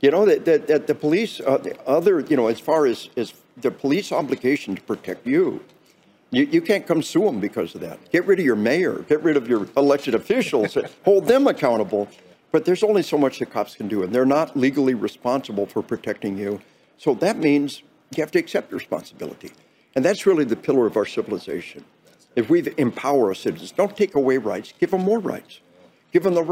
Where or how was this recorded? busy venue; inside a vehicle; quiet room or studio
busy venue